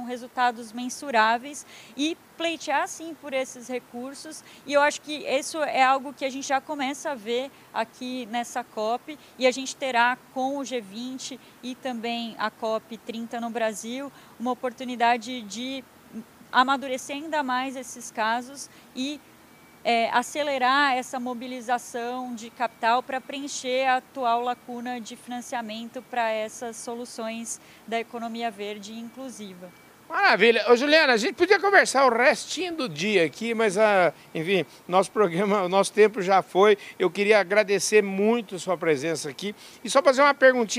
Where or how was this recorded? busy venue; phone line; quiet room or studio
busy venue